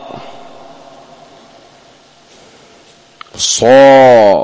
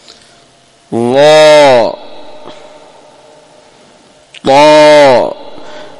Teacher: صاد ينحصر الصوت في مسافة ضيقة · Term: الإطباق